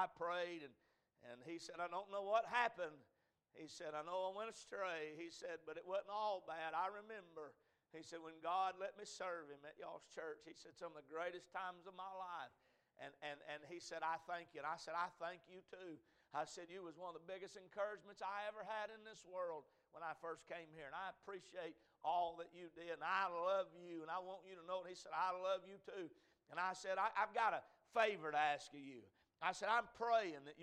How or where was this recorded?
large echoing room